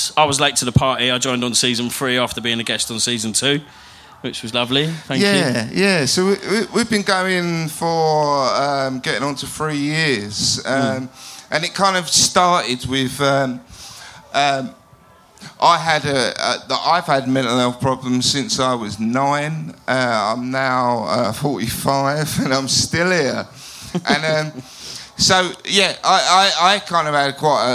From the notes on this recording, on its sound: This week we have our live episode recorded at Camp Bestival!